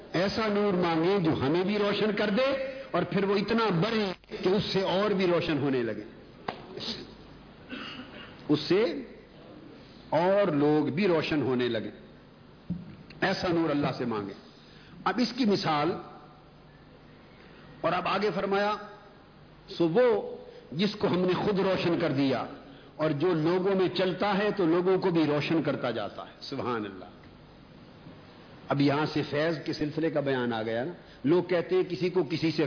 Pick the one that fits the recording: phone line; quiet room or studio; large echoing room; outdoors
large echoing room